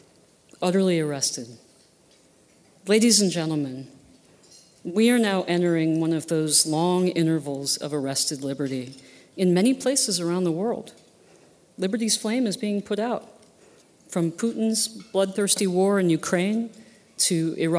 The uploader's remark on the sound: At this year's Acton Institute Annual Dinner.